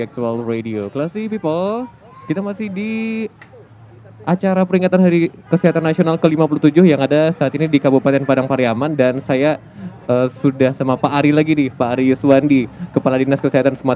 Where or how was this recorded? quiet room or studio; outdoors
outdoors